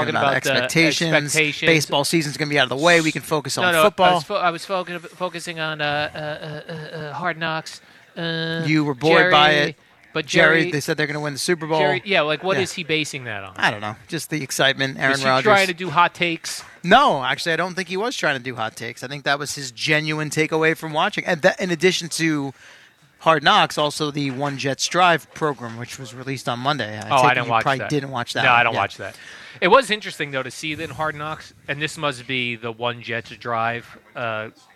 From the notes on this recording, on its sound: Live from Giants camp